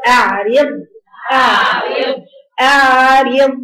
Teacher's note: الراء رقيقة والضاء حرف استعلاء وإطلاق